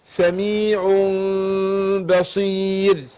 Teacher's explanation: أقول سميع في ميم الإقلاب دي ينطق بغنة مع الإخفاء مع انفراج يسير بين الشفتين